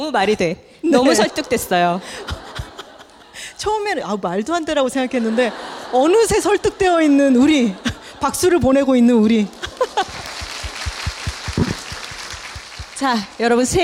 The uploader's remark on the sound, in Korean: 스포티파이와 함께한 여둘톡 1주년 공개방송.